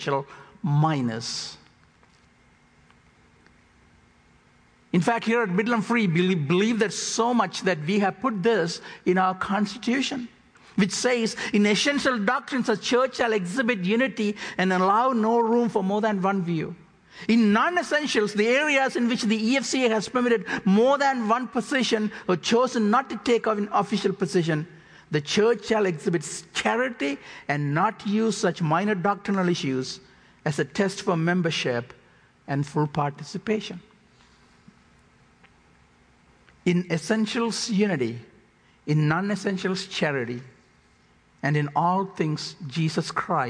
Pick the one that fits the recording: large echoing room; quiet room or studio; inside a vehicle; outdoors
large echoing room